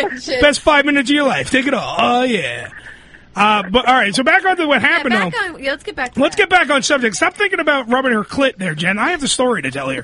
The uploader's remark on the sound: Joins us on The Phone